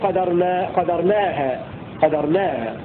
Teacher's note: روى شعبة بتخفيف الدال في قدرنا